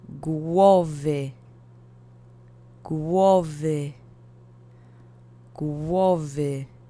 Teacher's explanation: But specifically, it's in its object form because it's to the head. So, accent is on the first syllable